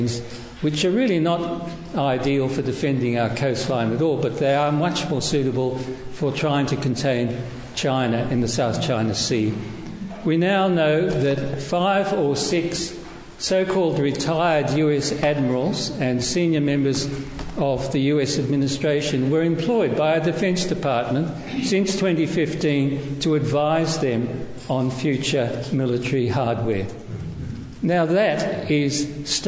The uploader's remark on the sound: Recorded at Thor's Hammer in Canberra, 4th July 2023. In this seminar. Recorded at Thor's Hammer in Canberra.